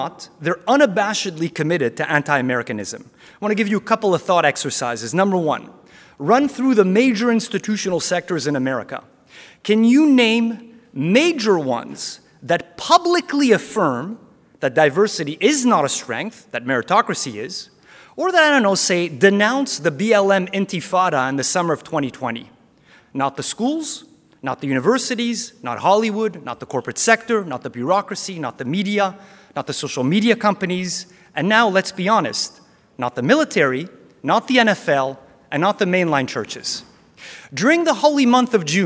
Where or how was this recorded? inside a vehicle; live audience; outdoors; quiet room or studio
live audience